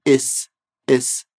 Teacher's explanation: Percebe que ela não falou ist com T no final. Ela só falou is, is.